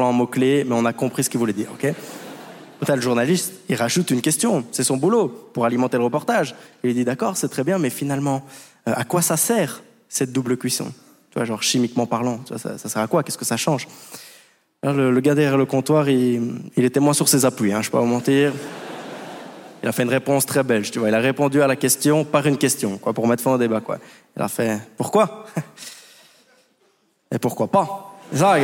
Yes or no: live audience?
yes